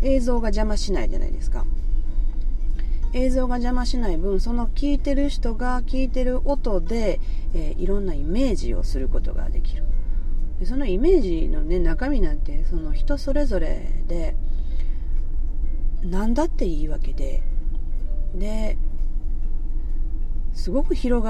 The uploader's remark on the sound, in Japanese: なんと島根県へ一人旅に向かう途中のサービスエリアの車中で収録しております。